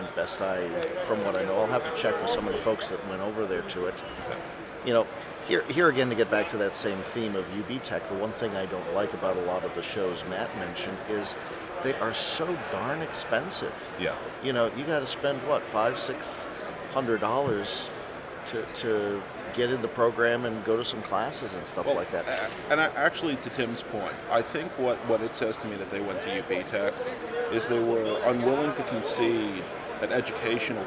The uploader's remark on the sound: We are live at InfoComm 2012